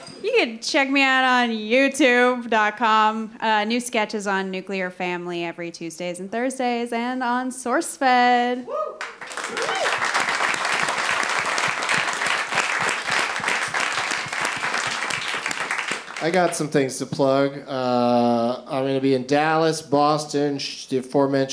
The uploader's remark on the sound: Live from Fantastic Fest in Austin